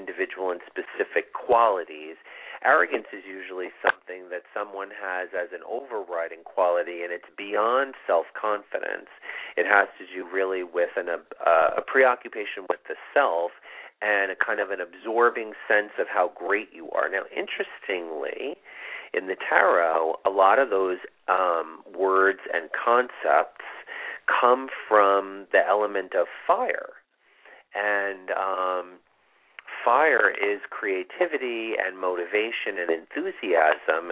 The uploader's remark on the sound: This is a live call in show with mini astrology readings.